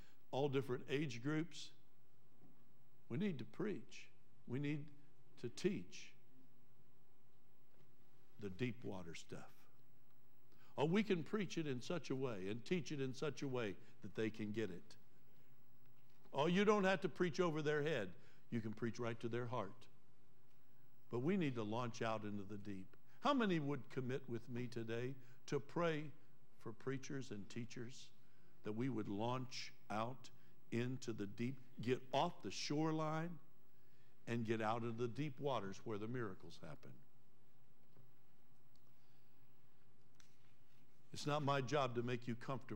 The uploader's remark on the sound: Trinity Church Live